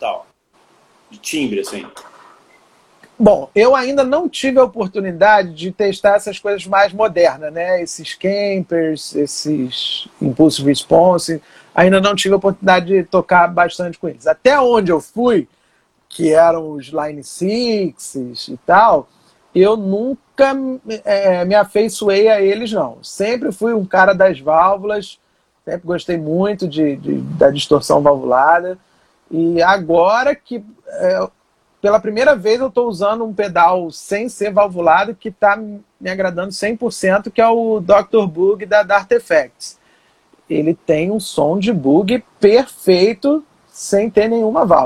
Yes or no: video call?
yes